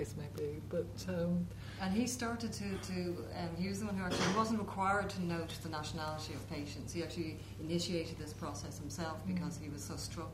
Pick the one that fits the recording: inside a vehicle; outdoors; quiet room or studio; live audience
live audience